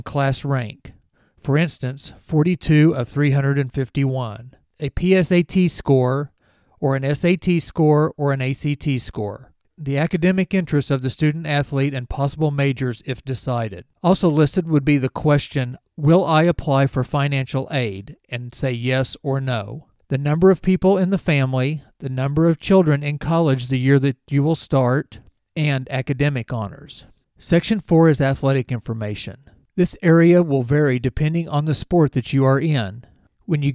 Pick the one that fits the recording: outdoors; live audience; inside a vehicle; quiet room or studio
quiet room or studio